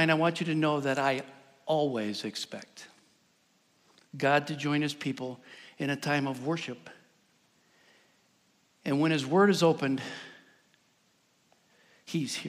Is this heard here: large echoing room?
yes